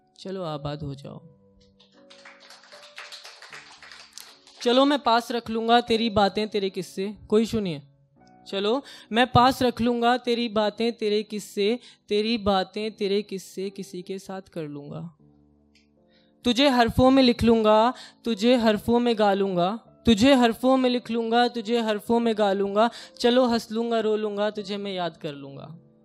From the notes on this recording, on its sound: the best audio performances from our weekly poetry events